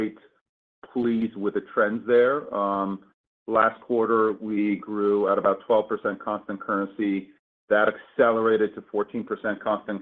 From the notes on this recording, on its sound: Q2 2023 Earnings Conference Call of Uber.